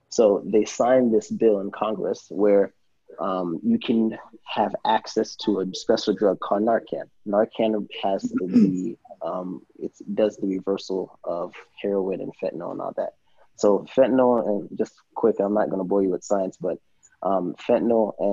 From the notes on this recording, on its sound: As a part of the Round Table Series, the crew takes things to a new level in a setting which everyone is able to collaborate across Zoom.